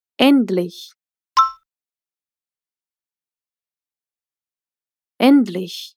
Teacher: ela termina com aquele som de CH fraco, bem típico do alemão